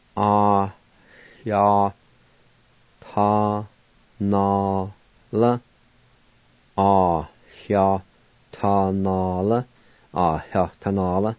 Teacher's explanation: in the Y-A, there's an H sound right there in the middle